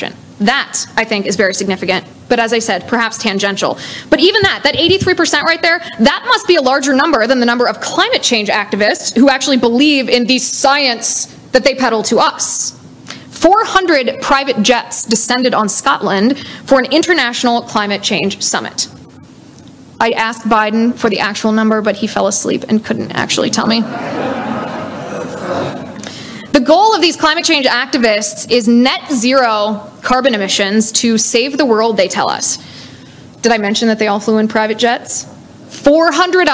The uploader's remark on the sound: LIVE at Rocky Mountain College